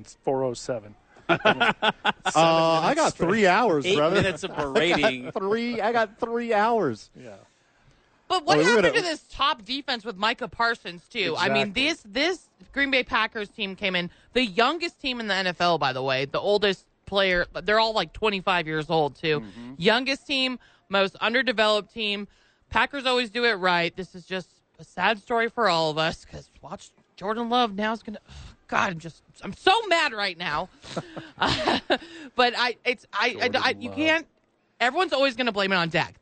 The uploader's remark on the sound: live from The Duke Store